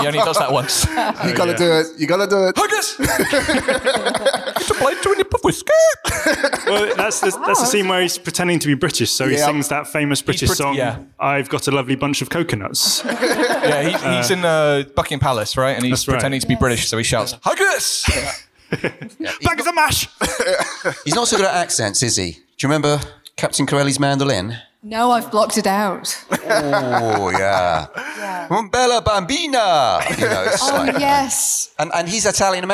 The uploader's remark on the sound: The Empire 500 Live Show. In this special live edition of The Ranking, recorded at our all-day Episode 500 celebrations at Kings Place in February.